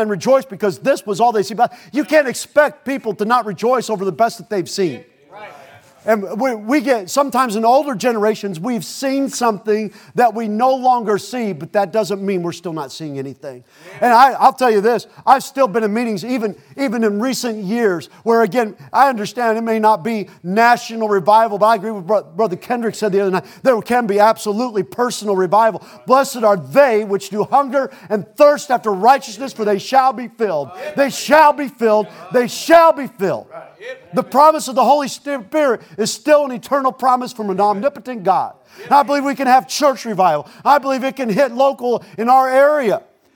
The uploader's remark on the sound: Preached at Gulf Coast Baptist Church in Ft. Walton Beach, FL.